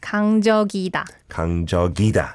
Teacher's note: you need to kind of transfer the ending sound to the next 이응